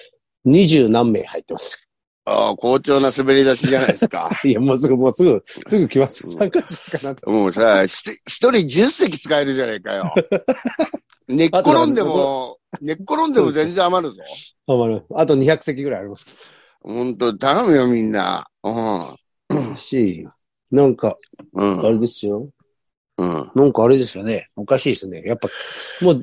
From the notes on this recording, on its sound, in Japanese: ZOOMで収録。